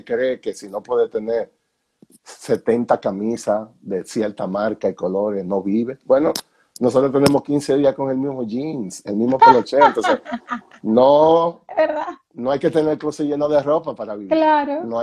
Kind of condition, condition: link, video call